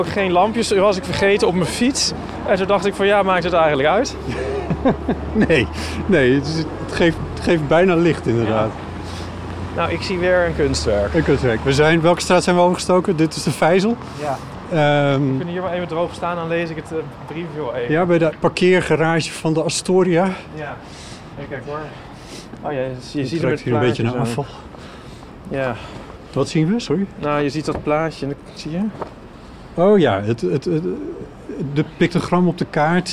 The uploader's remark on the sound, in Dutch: Tijdens een wandeling langs de kunstwerken van het Amsterdam Light Festival.